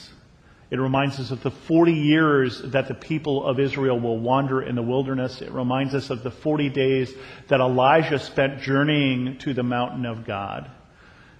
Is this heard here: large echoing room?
yes